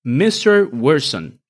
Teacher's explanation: Fíjense en la entonación creciente Mr. Wilson que se usa para dirigirse a alguien